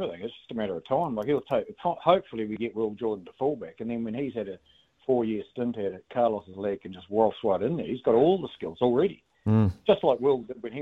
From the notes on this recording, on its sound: Opens the phone lines for the first time in 2023!